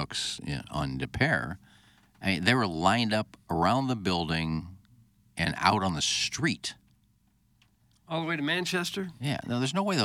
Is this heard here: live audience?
no